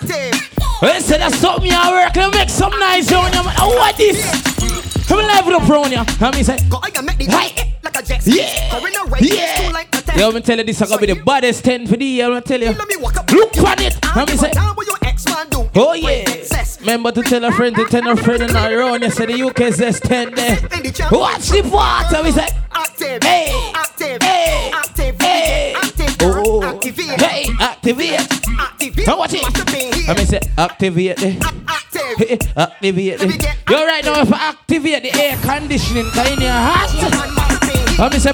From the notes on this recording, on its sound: RADIATE FESTIVAL LIVE AUDIO